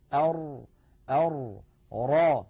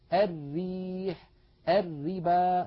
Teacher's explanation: الحقيقة أن المنطقة التي يقرع فيها مخرج الراء اللثة واحد، ولكن مؤخر اللسان يختلف شكله من الراء المفخمة إلى الراء المرققة، إذ إن أقصى اللسان عند نطق الراء المفخمة يتصعد إلى جهة الحنك · Shown in: first take